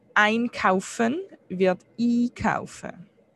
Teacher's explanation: Die Vorsilbe ein wird auf Schweizerdeutsch i.